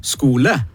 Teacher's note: Ikke minst unger, sånn at begynnerskrivere på skolen, de skriver ofte ordet skole med G, S-G-O-L-E. Og det er fordi at aspirasjonen på K-en mangler etter en S.